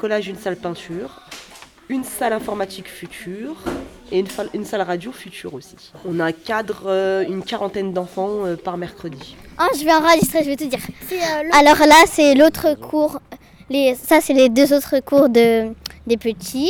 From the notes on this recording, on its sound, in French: Les enfants du centre de loisir Victor Hugo ont enregistré l'émission " la team 10 12" lors de la fête de la ville de Bobigny le 15 juin.